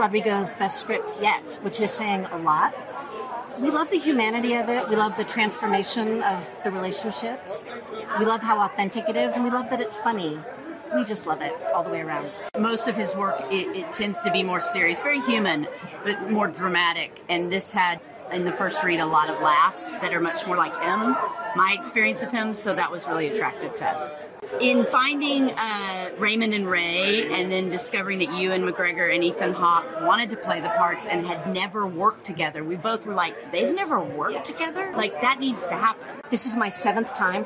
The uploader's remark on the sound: We were at the premiere of Raymond & Ray at the Toronto International Film Festival to speak to the cast about this tragic but humorous film.